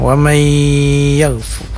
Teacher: Ini namanya idgham, kemudian dia berdengung wa may, jadi nun sukunnya masuk kepada huruf ya dan kemudian dipanjangkan. Panjangnya sekitar 4 harakat juga wa may yakfur. · Term: idgham bigunnah